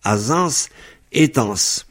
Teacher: Là, après le E, le D durcit en T.